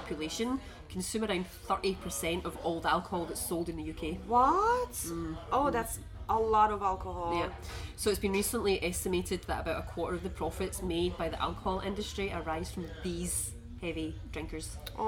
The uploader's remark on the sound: We recorded this episode on 16 December 2023, at Bomby’s Cafe. We recorded this episode on 16 December 2023, at Bomby’s Cafe.